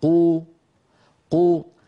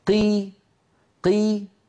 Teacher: أكيد قو كمية الهواء التي تملأ الفم أكثر من قي